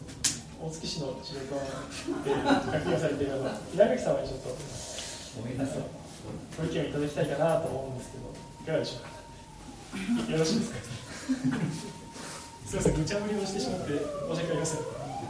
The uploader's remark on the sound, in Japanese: 淑徳大学地域創生学部開設を記念して行なわれたフォーラムの模様の一部をオンエア。公開収録。